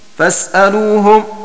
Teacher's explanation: وذهب الباقون إلى إبقاء الهمزة وإسكان السين